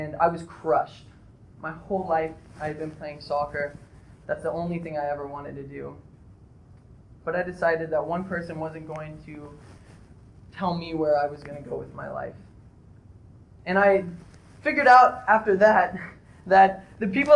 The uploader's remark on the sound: I apologize for the poor audio, I'm currently experiencing some technical difficulties with my lapel mic.